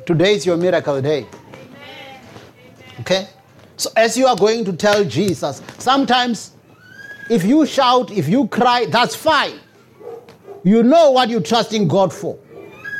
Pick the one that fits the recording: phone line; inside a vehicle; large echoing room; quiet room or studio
large echoing room